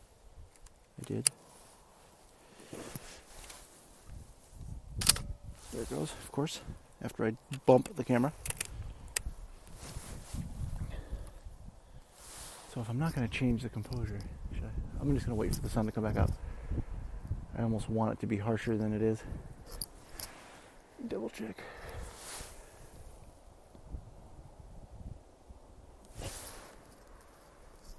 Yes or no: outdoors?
yes